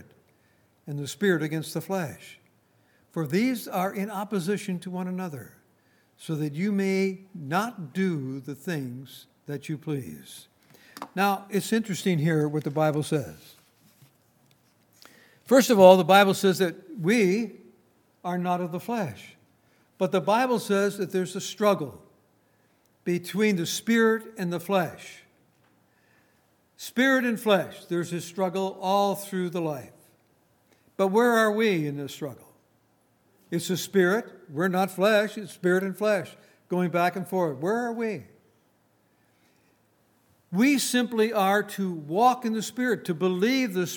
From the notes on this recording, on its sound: Recorded on May 12, 2019, at Grace Bible Fellowship in Front Royal, VA.